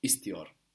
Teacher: the I of Iyor, it crushes the E of iste